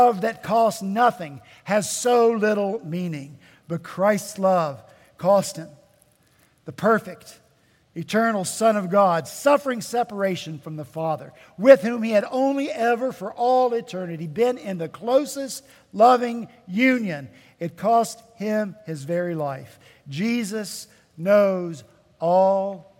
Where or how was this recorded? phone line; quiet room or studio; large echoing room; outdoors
large echoing room